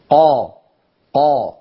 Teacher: نعم الحرف مستعل ولكنه ليس مطبقا، مستعل ولكنه منفتح قا، ليس هناك انحصار للصوت.